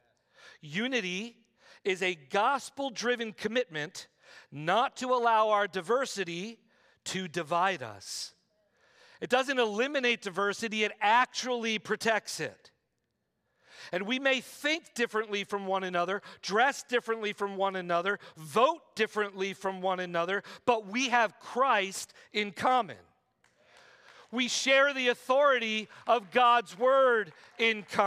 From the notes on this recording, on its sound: preached this sermon at Covenant Fellowship Church on July 16, 2023.